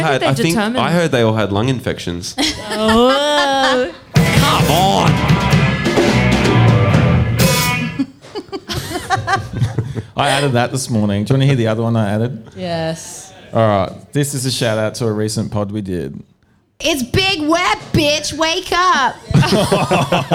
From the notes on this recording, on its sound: Live at Lulie. This week we're live in Naarm.